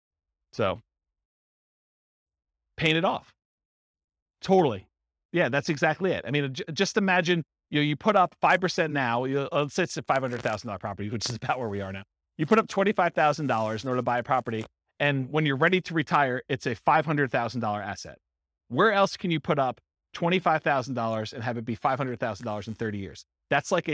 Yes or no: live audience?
yes